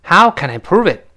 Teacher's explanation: Prove it 最后是降调，这是特殊疑问句了，要降调